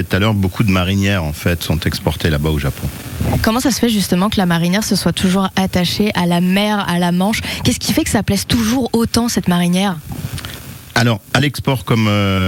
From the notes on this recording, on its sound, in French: On fait des marinières en direct à la tricoterie Val de Saire à Valcanville !